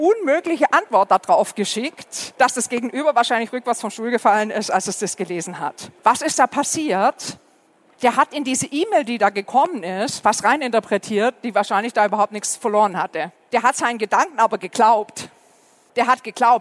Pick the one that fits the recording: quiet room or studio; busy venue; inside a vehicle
busy venue